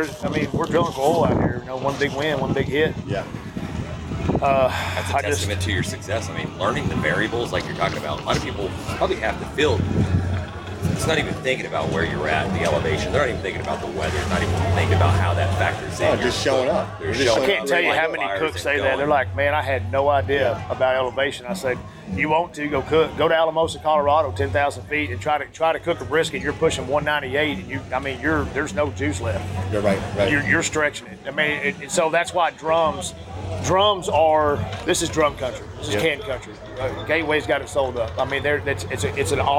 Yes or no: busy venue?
yes